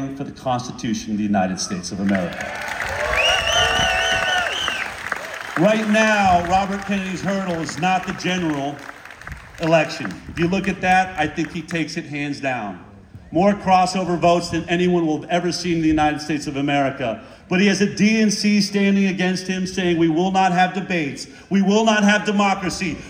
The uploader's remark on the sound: Heal the Divide from San Diego! Recorded this speech from the audience at Humphrey's By The Bay in San Diego, May 29 2023.